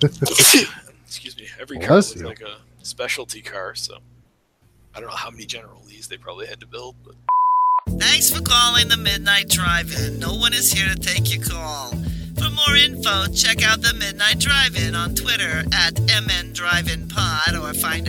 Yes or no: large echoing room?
no